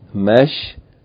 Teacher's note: But the waw, the elongation of the dhamma is changed to a ya to accommodate the final ya, which is one of the root letters. And then the dhamma of the waw in mesh wu, the dhamma, is changed to kesra to accommodate the ya that follows it. So it became mashwiyun.